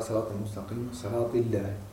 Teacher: صراط بالكسر هذه لا خلاف في تفخيمها